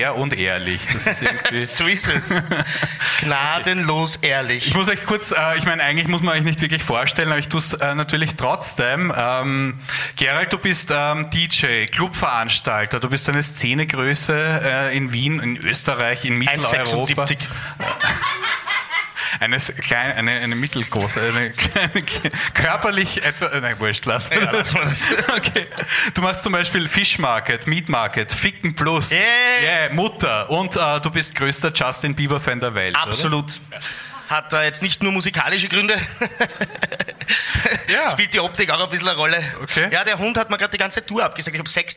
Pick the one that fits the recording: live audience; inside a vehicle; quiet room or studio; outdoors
live audience